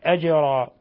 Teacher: جيم ساكنة من حروف قطب جد تقلقل